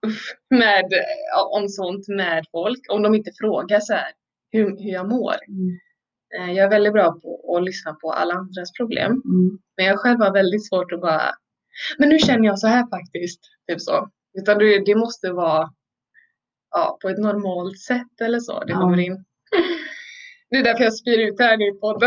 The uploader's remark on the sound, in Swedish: Ljudet är inte på vår sida helt enkelt.